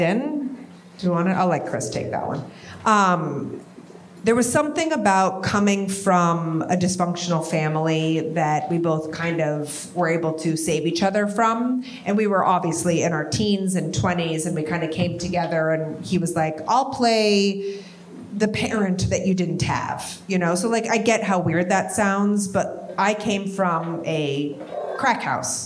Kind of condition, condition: setting, live audience